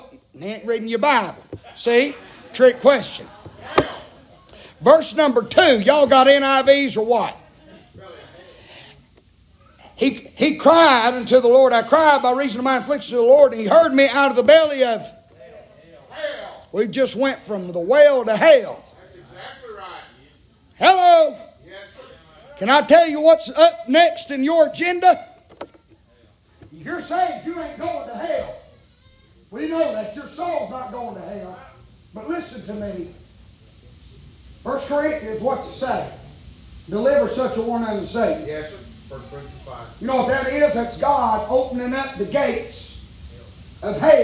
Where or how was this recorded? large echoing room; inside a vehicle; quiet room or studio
large echoing room